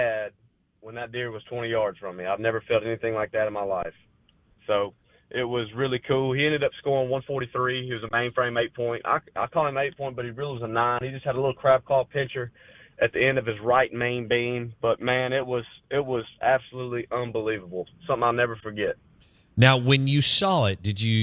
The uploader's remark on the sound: In the third hour of the show live in the BankPlus Studio. Joins the show on the Farm Bureau guest line.